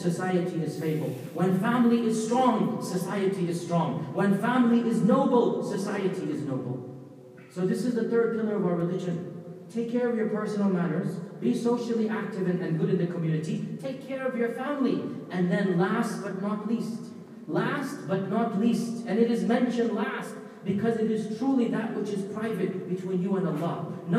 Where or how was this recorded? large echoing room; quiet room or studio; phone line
large echoing room